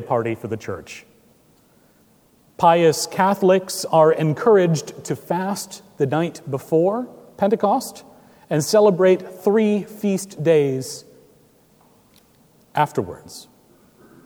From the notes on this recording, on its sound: Recorded June 4, 2017 at Trinity Presbyterian Church in Bixby, Okla.